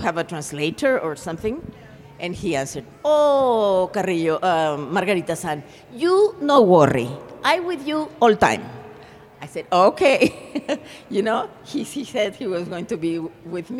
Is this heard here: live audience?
yes